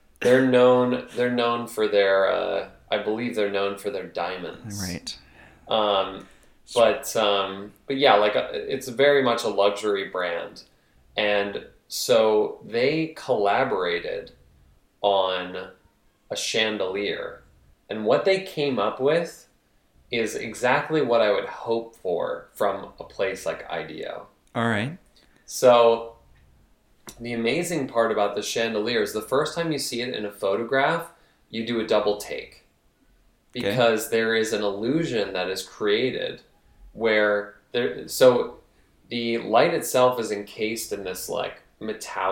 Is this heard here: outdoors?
no